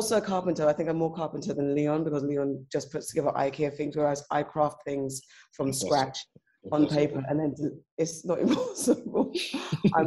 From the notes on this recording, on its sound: as part of our lockdown Instagram Live sessions